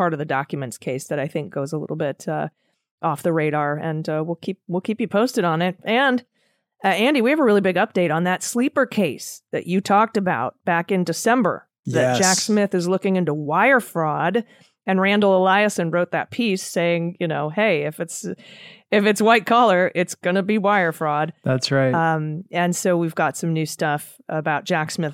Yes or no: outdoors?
no